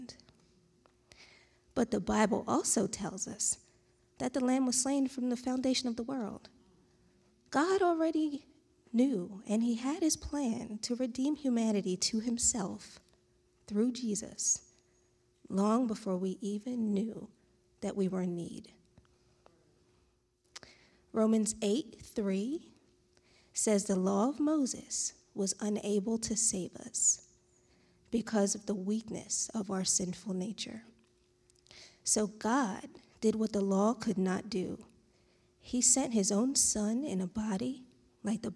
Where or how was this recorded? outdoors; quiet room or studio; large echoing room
large echoing room